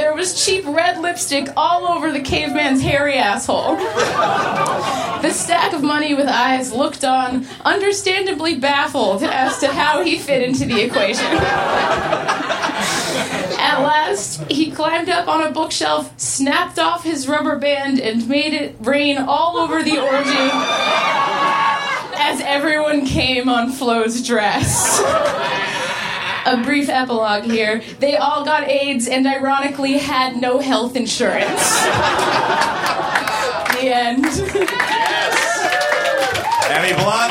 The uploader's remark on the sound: Recorded at Union Hall in Brooklyn December 28, 2014.